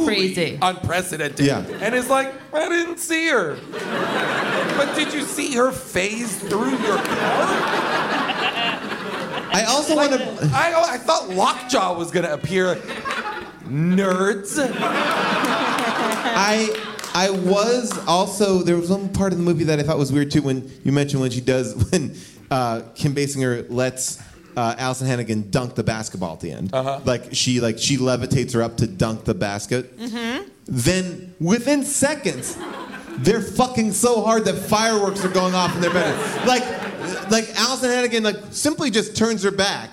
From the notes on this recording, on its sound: Recorded live from Largo in Los Angeles.